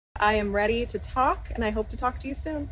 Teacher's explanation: the vocal fry, the Valley Girl lilt